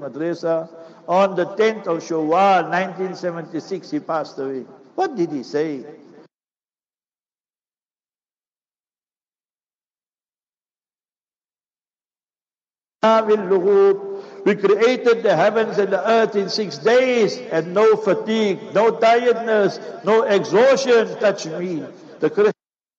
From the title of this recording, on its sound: Jumu'ah Lecture - Raisethorpe Masjid - PMB